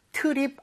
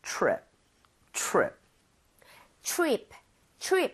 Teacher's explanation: TR, 이 충돌을 하게 되면 치읓 비슷하게 됩니다. 그러니까 입 모양을 모으고 한다는 느낌으로 · Shown in: second take